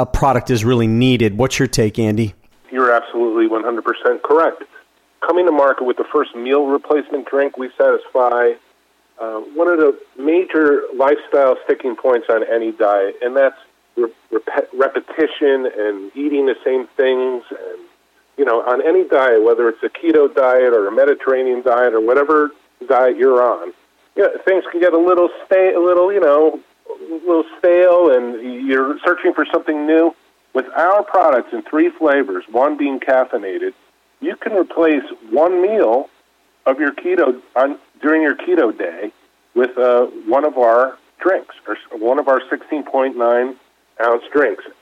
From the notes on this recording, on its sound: called in to SmallCapVoice